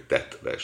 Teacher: A tetvesnél a T az egy zöngés, elvileg hivatalosan egy zöngés réshang előtt áll, tehát neki D-nek kellene hangzania, de mégsem hangzik D-nek a standard tájszólásban, hanem azt mondjuk, hogy tetves, nem azt mondjuk, hogy tedves.